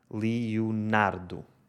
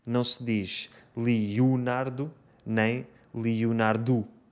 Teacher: a sílaba tónica é a penúltima sílaba, nar · Shown in: first take